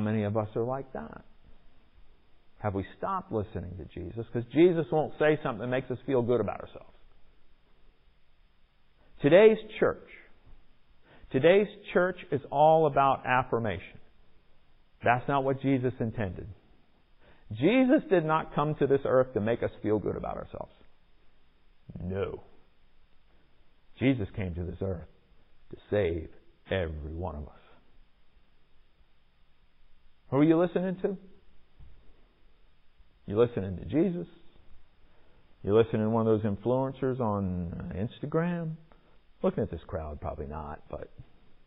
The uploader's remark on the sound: Recorded in the MPPC sanctuary on Sunday, November 21, 2021.